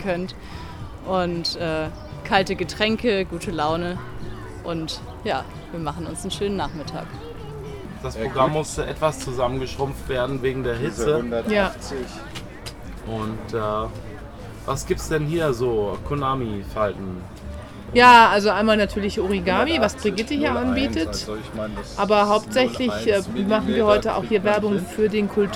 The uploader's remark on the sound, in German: auf dem Notstrom Festival beim EWerk Freiburg